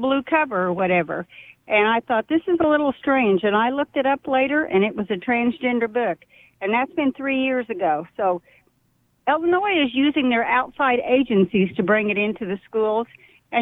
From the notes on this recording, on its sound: Takes your phone calls.